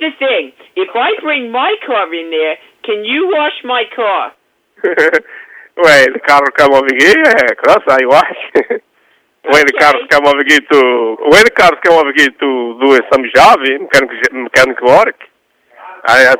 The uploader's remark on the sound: …'s Personal Prank Phone Calls Collection.